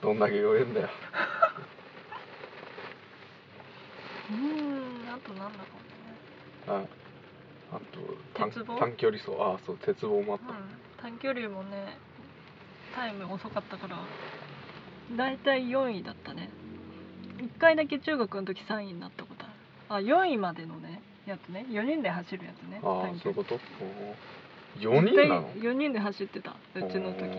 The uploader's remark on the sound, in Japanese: 車内での録音です、途中雨音がします。